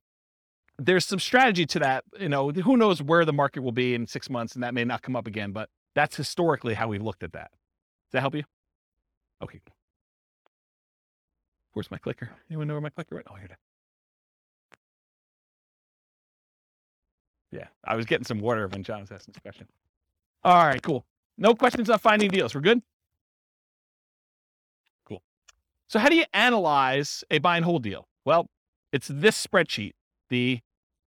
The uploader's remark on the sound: This was a live class recorded